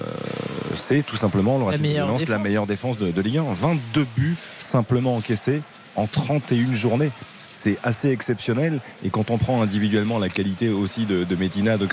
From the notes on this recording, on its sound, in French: en direct du Parc des Princes